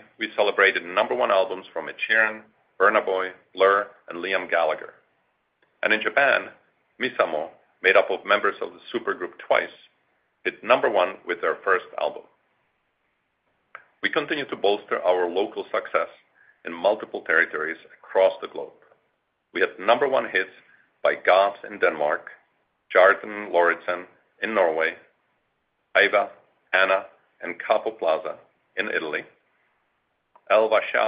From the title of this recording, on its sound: Q4 2023 Earnings Conference Call